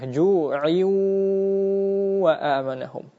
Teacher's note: Nah, ketika tanwin bertemu dengan waw, maka hukumnya adalah idgham bi gunnah. Nun mati tambahan tadi dimasukkan, dileburkan kepada waw disertai dengan gunnah.